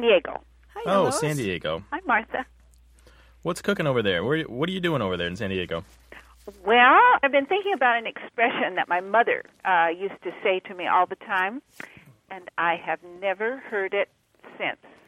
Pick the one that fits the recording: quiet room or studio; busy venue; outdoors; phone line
phone line